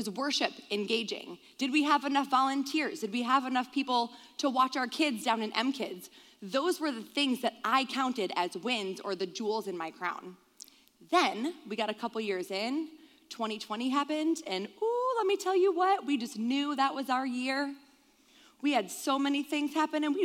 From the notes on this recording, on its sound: This podcast was recorded live from the Mosaic Church "Hope Center" in Charlotte North Carolina.